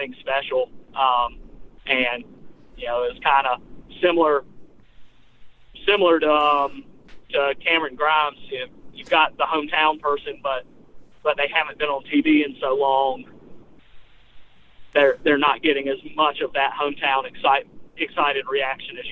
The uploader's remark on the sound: They are joined by live callers and an on-site correspondent who detailed crowd reactions.